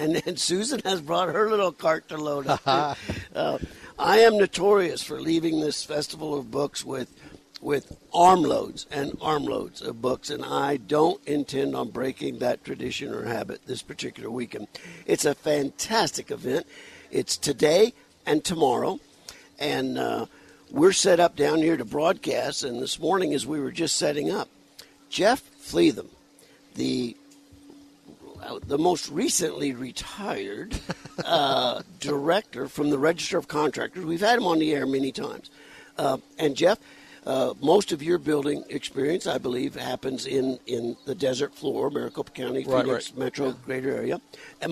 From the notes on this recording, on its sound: on location from The 2023 Tucson Book Festival